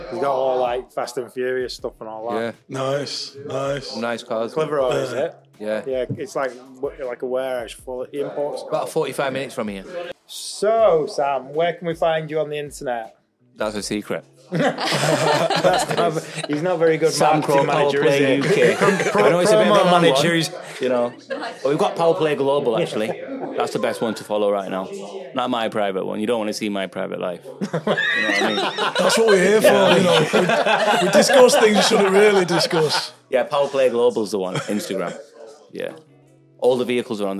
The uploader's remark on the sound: Take the Mic at Midnight Lancs Car Meet!